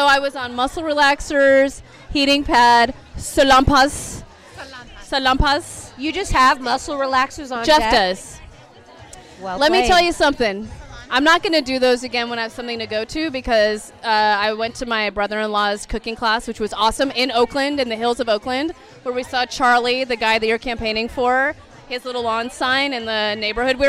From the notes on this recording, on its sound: We're recording LIVE from the That's What She Said monthly event created for womxn by womxn in the heart of the Fillmore district of San Francisco. At the bar of The Social Study.